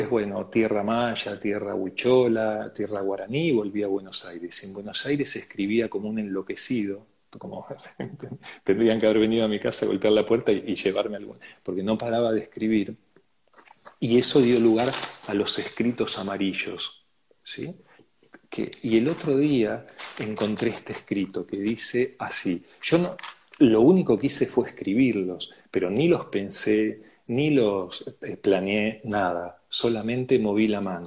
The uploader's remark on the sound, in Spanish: Audio de la charla en vivo por Instagram